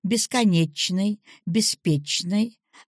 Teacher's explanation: Сочетание «ч-н» по нормам современного русского литературного языка так и произносится «ч-н».